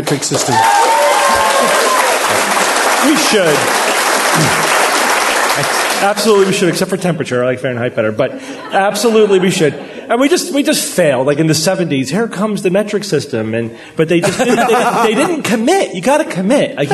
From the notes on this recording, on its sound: Live from NECSS 2017